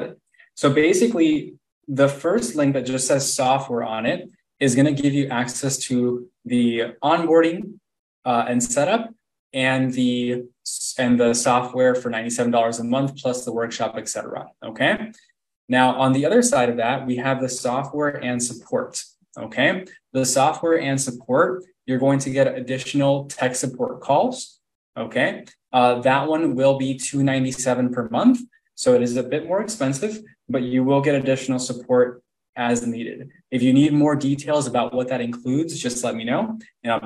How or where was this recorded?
video call